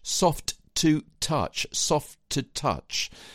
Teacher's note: Running those two words together, soft and to.